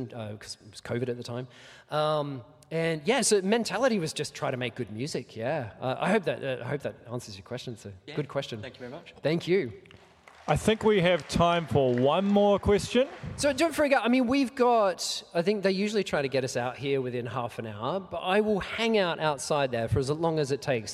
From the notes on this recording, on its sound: Here is the recorded panel I did at PAX 2023